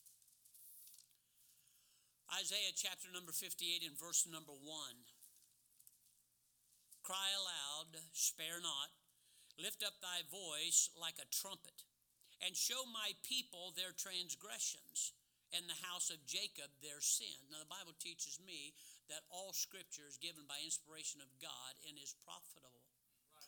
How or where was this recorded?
large echoing room